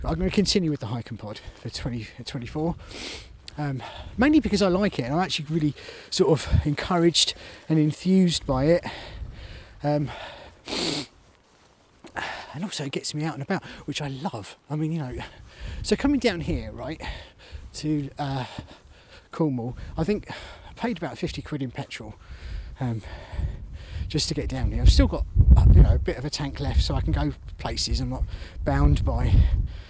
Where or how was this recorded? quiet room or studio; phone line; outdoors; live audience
outdoors